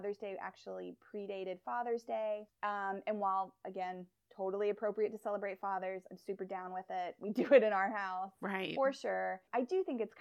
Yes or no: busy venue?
no